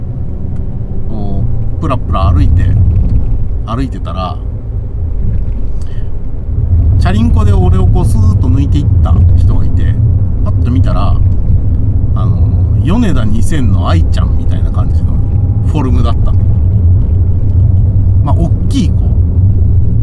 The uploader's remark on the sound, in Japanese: ただ運転して、ただ話してるから。車の走行音と運転手の声を遠くに聞きながら。